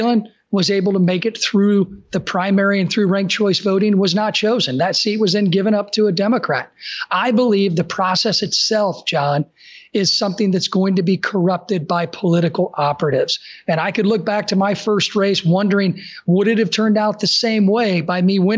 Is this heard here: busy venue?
no